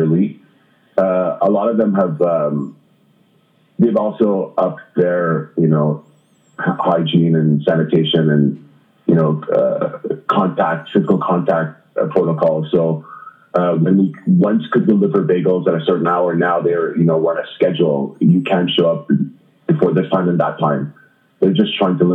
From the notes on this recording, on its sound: In order to respect social distancing, we spoke on the phone. In order to respect social distancing, we spoke on the phone. While the sound isn’t always great.